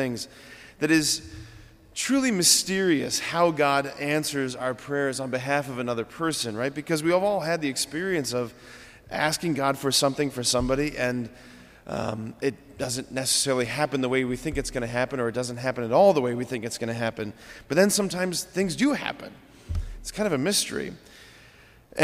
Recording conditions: large echoing room